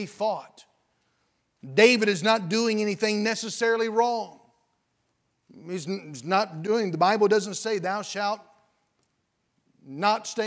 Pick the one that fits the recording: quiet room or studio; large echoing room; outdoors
large echoing room